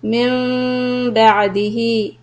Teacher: in iqlab we are going to put the lips together and hold it to harakat, and ba'dihi ends with sila sughra.